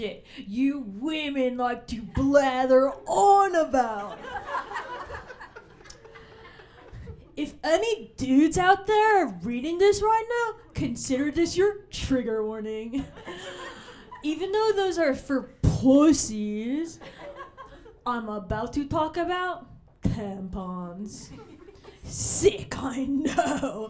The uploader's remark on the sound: Reductress Minute LIVE at Caveat. In this live episode.